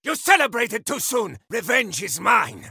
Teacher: his pitch is actually a little bit high, but weirdly, his placement is a little bit forward in the nose. Not like ridiculous nerd, but like a little bit forward.